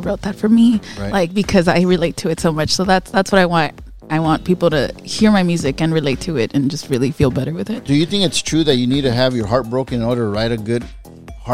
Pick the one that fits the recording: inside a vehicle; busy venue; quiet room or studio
busy venue